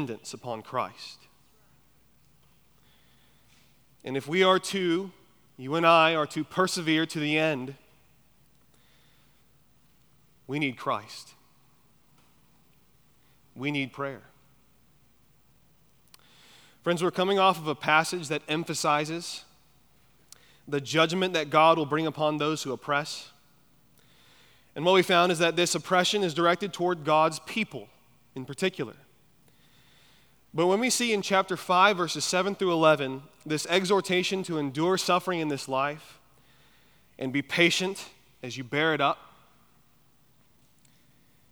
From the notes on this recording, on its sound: at Chaffee Crossing Baptist Church in Barling, AR.